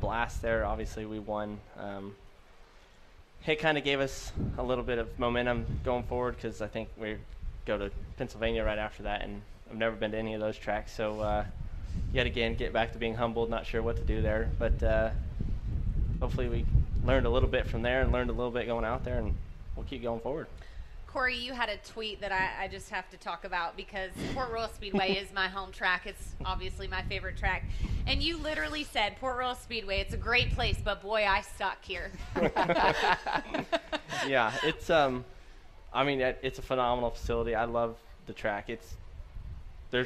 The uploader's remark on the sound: Live from The Kings Royal. It's night two of Winged Nation, Live at Eldora Speedway.